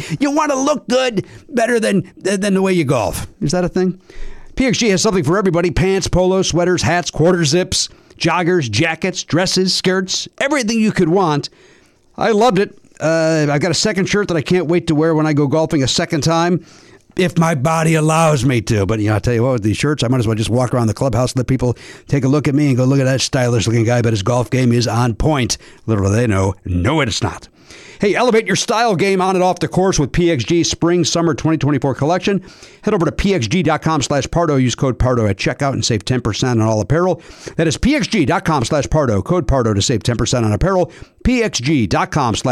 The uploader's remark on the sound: Picking up the phone